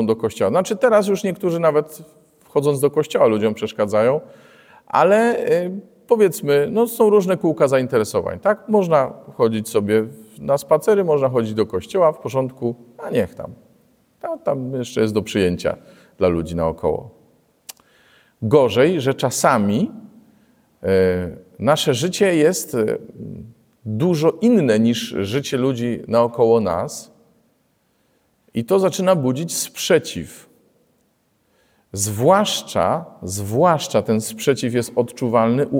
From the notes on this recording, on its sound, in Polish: Liturgii Słowa nagranej w Błotnicy w drugi dzień Świąt Bożego Narodzenia